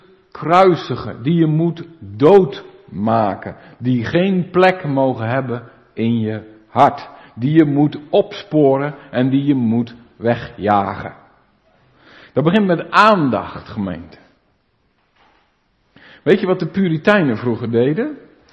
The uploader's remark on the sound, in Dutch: De preek is op 26 juni opgenomen in De Maranathekerk in Groningen